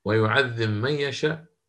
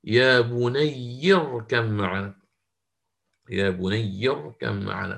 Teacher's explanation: الباء المجزومة تدغم في حرف الميم · Term: الإدغام الصغير